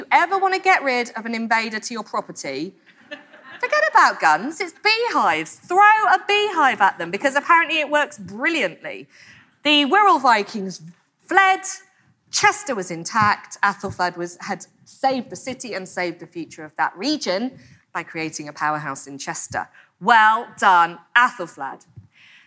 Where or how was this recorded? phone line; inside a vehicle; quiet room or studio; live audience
live audience